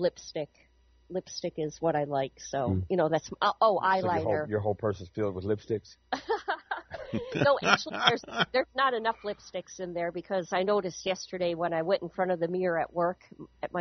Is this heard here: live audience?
no